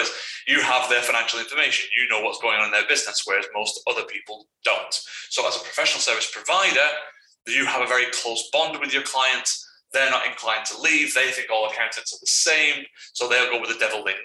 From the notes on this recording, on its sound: APOLOGIES FOR THE SOUND QUALITY ON THIS RECORDING